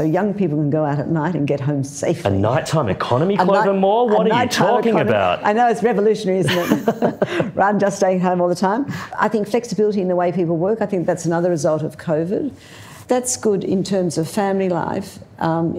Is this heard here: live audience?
yes